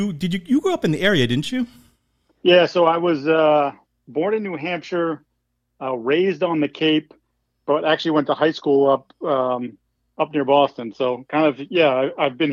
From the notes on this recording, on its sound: join me on the pod by phone